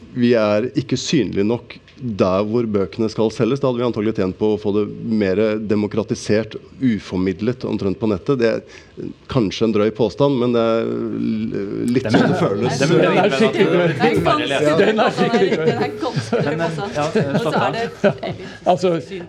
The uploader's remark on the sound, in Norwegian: Fra Kapittelfestivalen i Stavanger